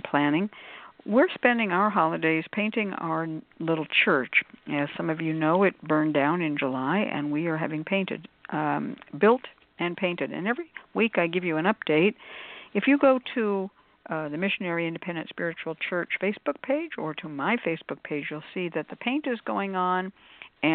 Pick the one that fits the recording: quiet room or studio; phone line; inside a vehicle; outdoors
phone line